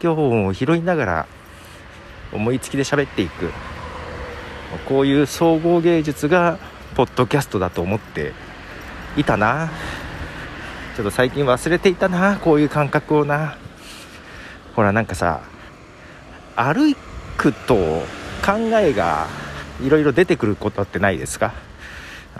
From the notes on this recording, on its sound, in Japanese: 歩きながらの収録。ひさびさに歩きながら、まったりと収録。